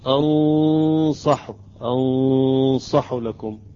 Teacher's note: تقريبا أتيت بقليل من تفخيم الصاد